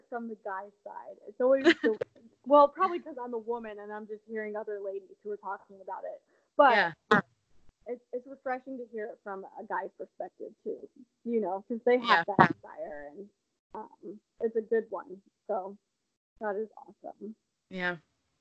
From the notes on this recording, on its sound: I apologize for the sound quality of this episode!